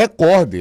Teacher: ela é uma paroxítona, a sílaba forte é o cor